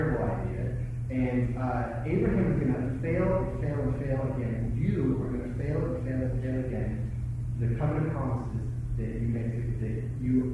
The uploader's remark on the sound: We apologize for the poor quality of the recording on this sermon.